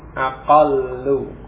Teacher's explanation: Aqlalu, maka dua huruf yang sama ini kemudian diidghamkan, dijadikan satu lam, yakni yang lam yang awal kemudian dia disukun, diidghamkan pada lam yang kedua, dan ada perubahan harokat, ya, dari aqlalu kemudian menjadi aqallu.